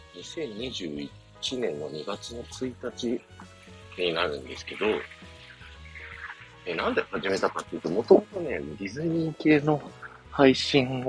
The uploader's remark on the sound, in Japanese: 駅に向かってる最中に録ったので音質悪いです